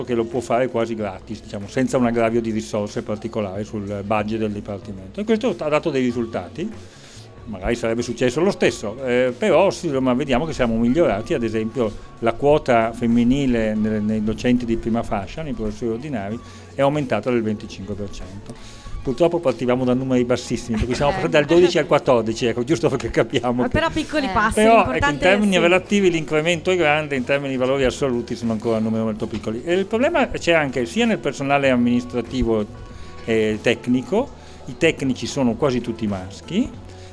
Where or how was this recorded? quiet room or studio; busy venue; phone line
busy venue